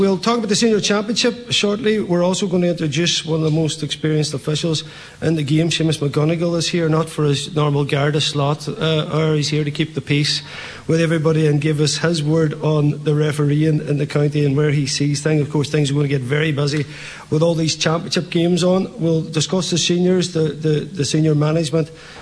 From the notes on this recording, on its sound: Live from Sisters Sara’s Letterkenny. Watch the DL Debate in association with Sara’s Kitchen at Sister Sara’s Letterkenny.